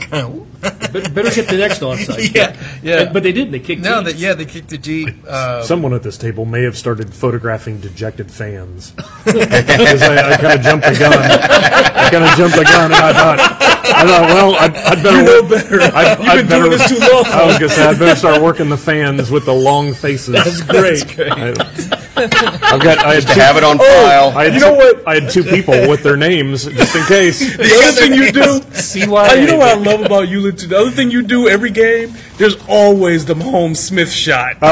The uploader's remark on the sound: live from Arrowhead Stadium